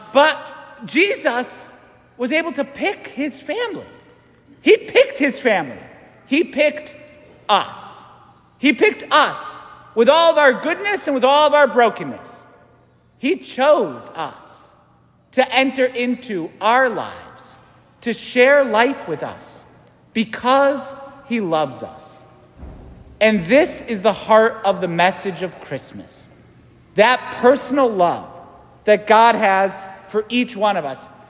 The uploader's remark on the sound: St Francis Catholic parish homily